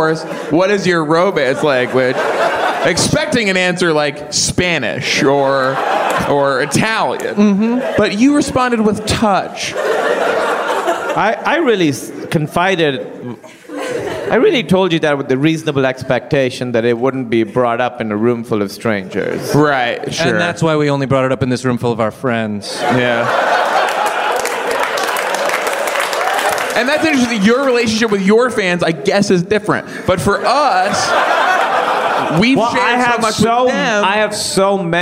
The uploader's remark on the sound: Live at UCB Sunset